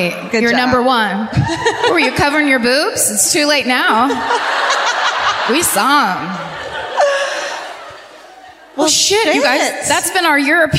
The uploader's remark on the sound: Live at the O2 Academy in Glasgow